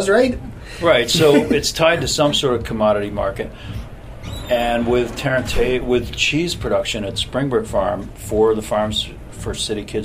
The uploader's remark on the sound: Were at the event and recorded some great interviews that they are sharing with listeners today. Re-live the 2014 Cheesemonger Invitational.